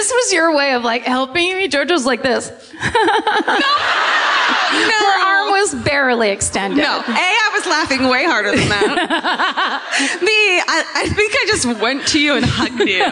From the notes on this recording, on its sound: Live at the Comedy Theatre. This week’s My Favorite Murder comes to you live from the Comedy Theatre.